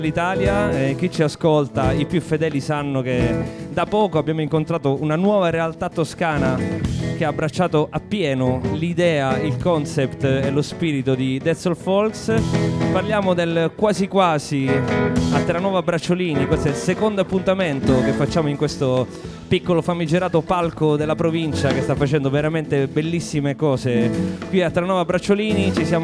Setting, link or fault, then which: setting, busy venue